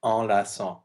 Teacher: the C is softened to an unvoiced S